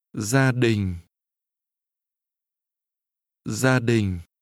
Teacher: Family is pronounced with mid-level and low falling tones.